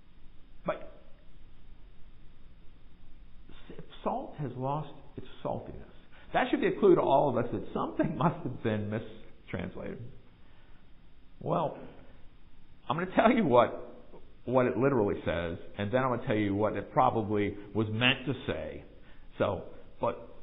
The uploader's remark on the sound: Recorded live in the sanctuary of MPPC.